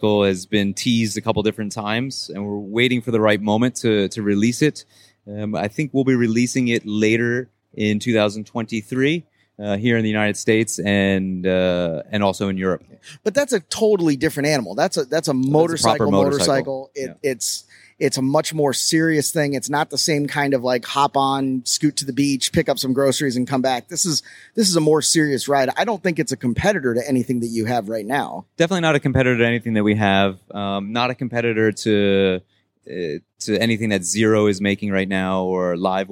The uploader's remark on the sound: (LIVE) Electrify Expo - Miami